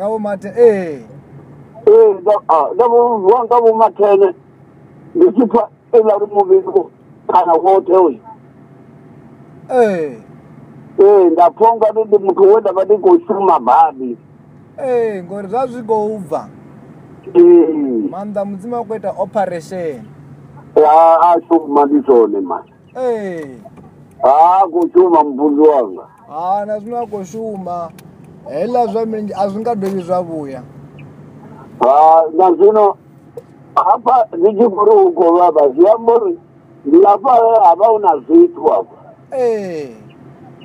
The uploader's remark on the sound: healing over the phone